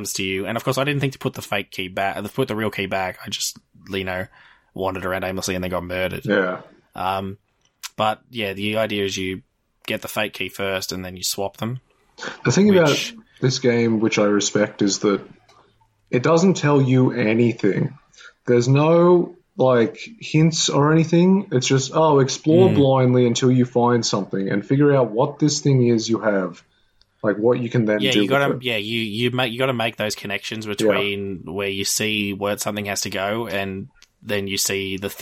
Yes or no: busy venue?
no